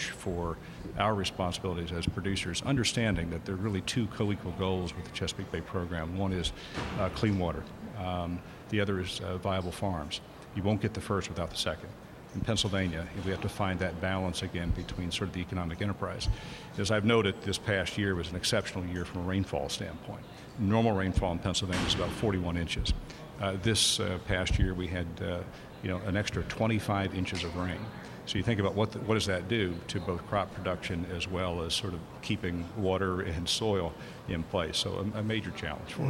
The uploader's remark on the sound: Live from State Farm Show. Wednesday's Smart Talk is being broadcast live from the Pennsylvania Farm Show.